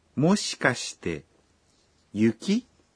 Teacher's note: Hili ni swali, hivyo sentensi inatamkwa kwa toni ya juu.